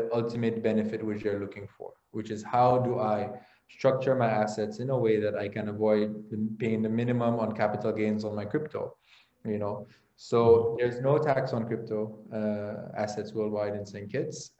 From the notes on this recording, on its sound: LIVESTREAM. For those joining us on Zoom.